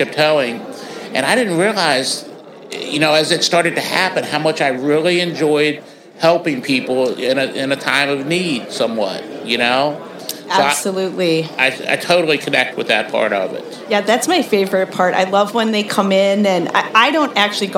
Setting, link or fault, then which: setting, busy venue